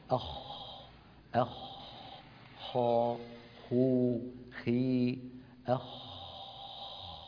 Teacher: الخاء تخرج من أدنى الحلق، أدنى يعني أقرب منطقة من الحلق إلى ظاهر الشفتين. أخ خا خو خي أخ، وهو حرف مهموس.